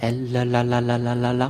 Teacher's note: Et alors ensuite, alors pour aller au plus simple, on va mettre la langue au palais, comme pour dire elle. Si vous dites elle, vous vous rendez compte que la pointe de la langue touche le palais.